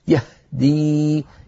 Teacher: يهدي إلى، اسمعيني سأنطق الخطأ، يهدي شايفة الآن تعمدت إبعاد الوترين جدا، فتدفق الهواء وضعف صوت الهاء